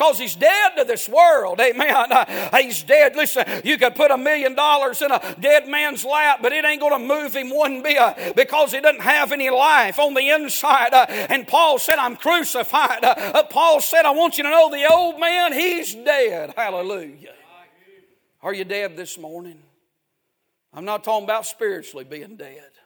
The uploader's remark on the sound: A sermon preached Sunday Morning